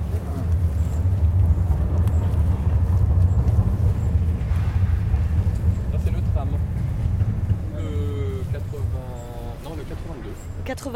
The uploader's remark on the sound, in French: L'équipe promène son micro au Marais Wiels. L'équipe a tendu les oreilles et ouvert les yeux sur la faune sauvage qui nous entoure en ville: escargots, oiseaux, etc.